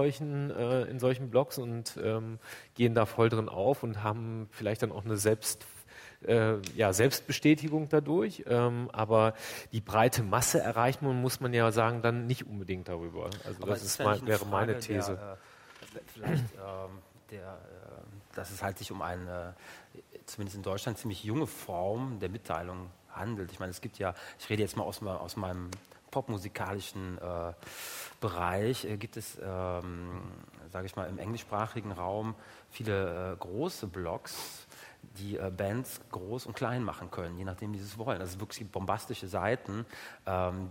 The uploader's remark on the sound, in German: Live aus dem Schloss Gottesaue der Hochschule für Musik Karlsruhe. Live aus dem Schloss Gottesaue in Karlsruhe. Livemusik mit iPod, Sony PSP und Nintendo DS.